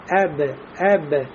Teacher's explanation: Ба, это значит бинтибак и шафатейн при участии, при смыкании двух губов. Да, и у него будет, значит, его присущий ему сифат, качество, это будет у нас коль-коля.